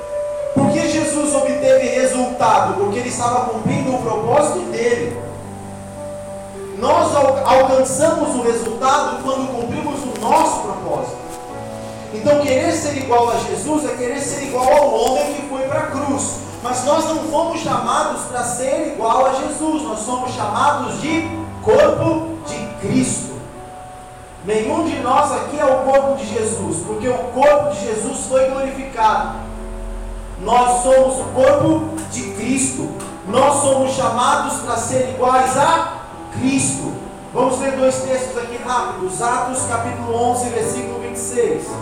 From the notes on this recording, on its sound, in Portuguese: O áudio não está com qualidade excelente.